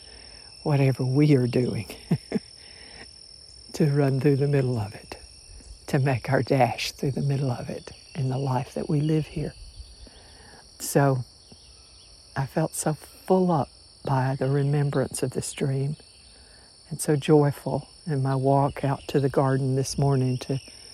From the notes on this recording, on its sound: I stood on the porch this morning and recorded spontaneously with my phone what I was thinking and feeling, without prior consideration or any editing afterward.